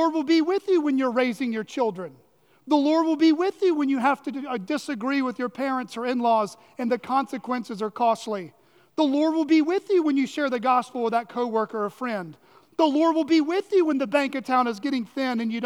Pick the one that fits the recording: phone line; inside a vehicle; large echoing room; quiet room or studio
large echoing room